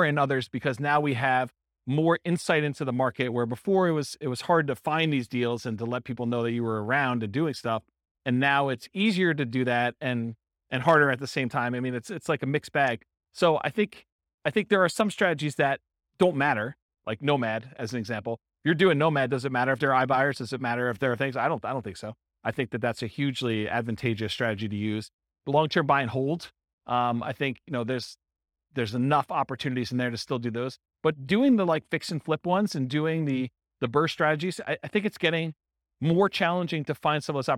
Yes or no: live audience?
yes